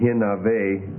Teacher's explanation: From the hif file form, and then the form hinave is an assimilation of the tau into the nun there